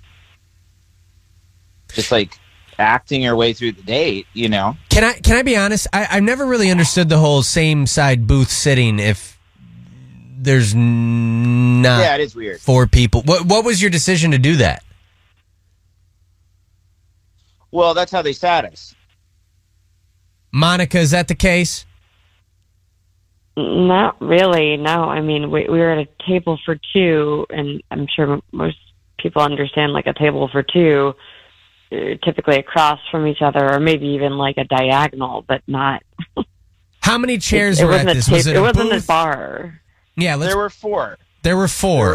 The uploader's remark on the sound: Called in because he wasn't getting a call back.